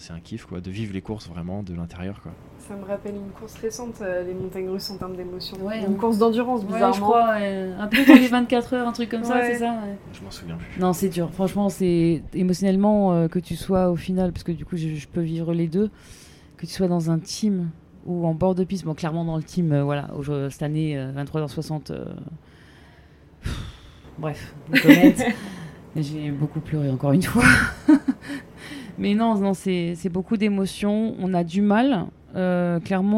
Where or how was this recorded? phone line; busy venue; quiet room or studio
busy venue